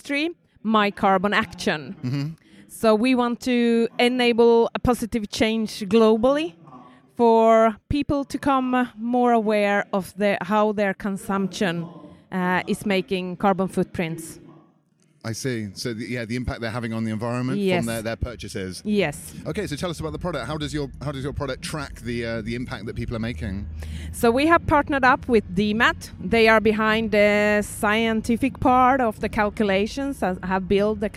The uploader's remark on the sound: Slush 2019, Helsinki, Finland. At the Slush 2019 tech conference in Helsinki, Finland.